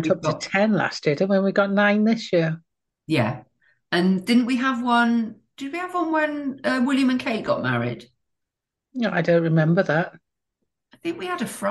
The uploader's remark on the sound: managed to talk for long enough that Zoom kicked us off the meeting